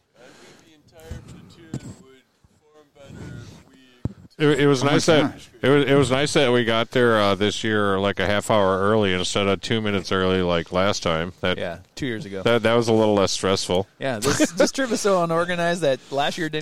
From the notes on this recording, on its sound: The premier episode was recorded at Silver Lake State Park on the shores of Lake Michigan in the State of Michigan.